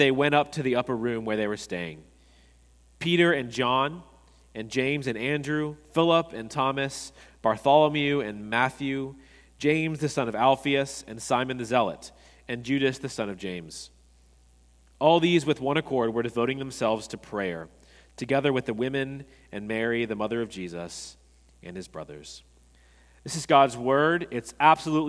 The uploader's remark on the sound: At Redeemer Presbyterian Church in Charleston, SC, we enjoyed a sermon